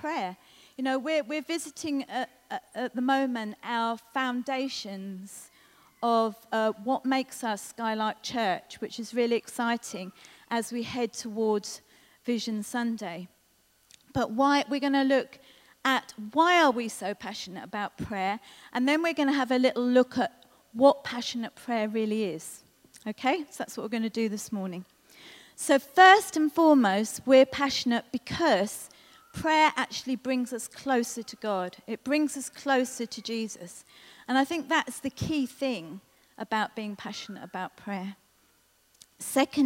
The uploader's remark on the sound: This was recorded at Skylark Church on 22nd September 2019.